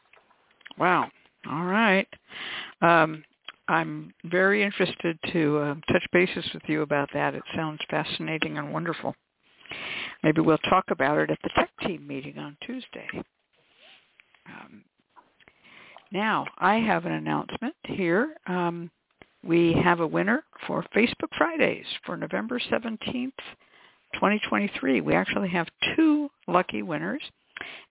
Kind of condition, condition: link, phone line